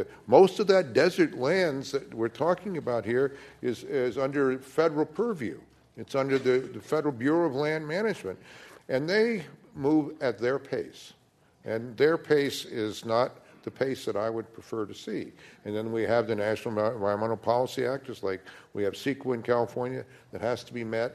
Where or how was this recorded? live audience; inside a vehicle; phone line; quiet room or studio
live audience